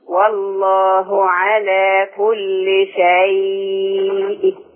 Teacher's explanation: الروم أدي جزء من الكسر. أيوة يعني حاجة بسيطة من الكسر.